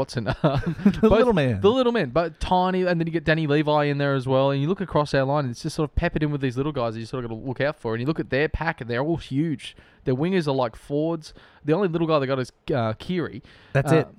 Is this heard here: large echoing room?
no